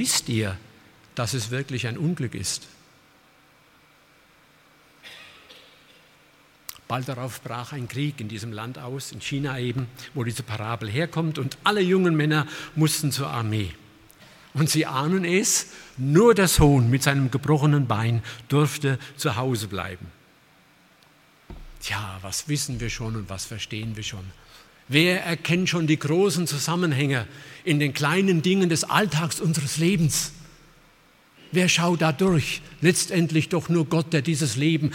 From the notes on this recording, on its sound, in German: aus dem Gottesdienst der Liebenzeller Mission